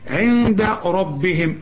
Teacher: الراء هنا مفخمة والباء هنا تكون أكثر رقة لأنها مكسورة